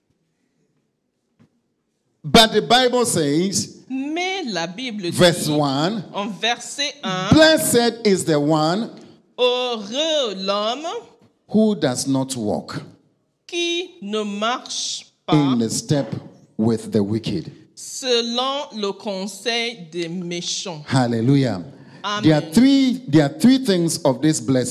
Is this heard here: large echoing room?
yes